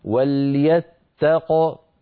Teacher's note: نقف بقاف ساكنة مقلقلة هكذا وليتق.